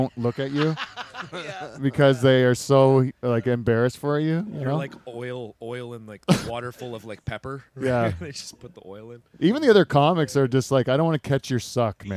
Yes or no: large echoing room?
no